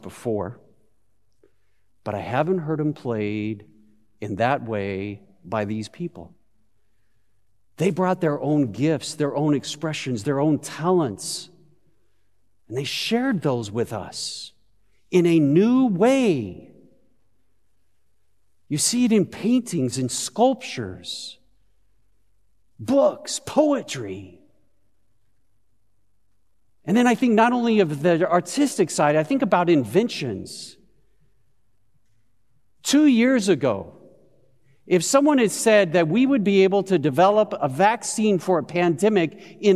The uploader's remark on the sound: Christmas Eve Service of Worship. Broadcast live at Beatitudes Church in Phoenix, AZ on 12/24/20.